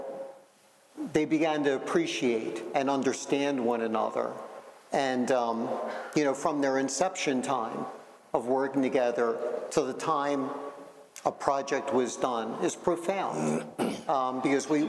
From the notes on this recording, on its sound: Live at IUPAT - Part 1. I was joined by six senior leaders in the finishing trades for a lively 90 minute conversation.